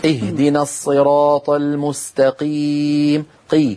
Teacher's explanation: الخطأ الذي فعله هذا القارئ أنه نقل المخرج من أقصى اللسان مع الحنك اللحمي إلى الأمام قليلا حيث الحنك العظمي والحنك اللحمي، دخل على مخرج الكاف، دخل على مخرج الكاف فغير المعنى كما تفضلتم.